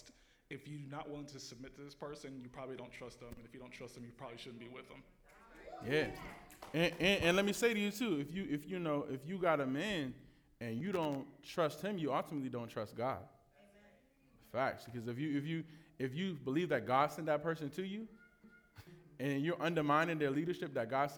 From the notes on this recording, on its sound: Live Q&A Panel Discussion.